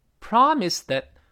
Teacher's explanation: 后面这个连词要读得非，非常弱